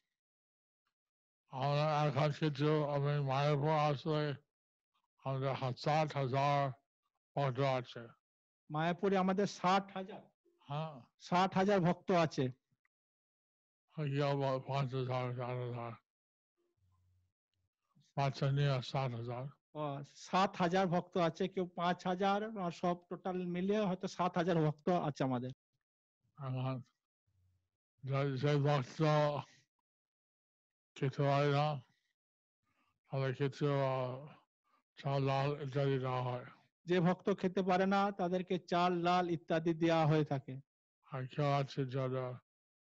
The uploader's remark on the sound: Zoom Session